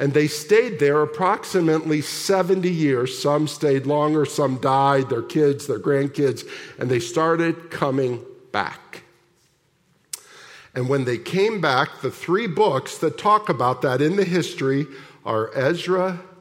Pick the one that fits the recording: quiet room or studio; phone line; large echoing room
large echoing room